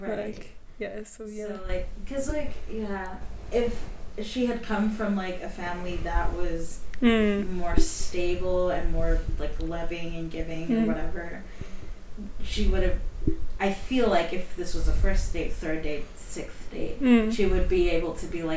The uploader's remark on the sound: Apologies for the mic hitting everything - the excitement of having a co-host was real!